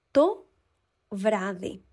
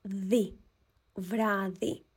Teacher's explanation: it's like a V sound, vra, and like a softer D sound at the very end